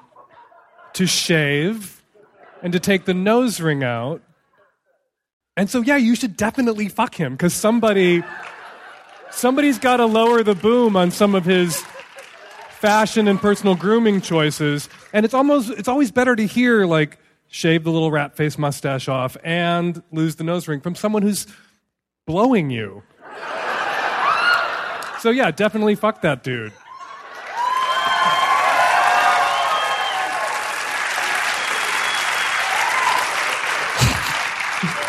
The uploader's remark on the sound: Live in Chicago!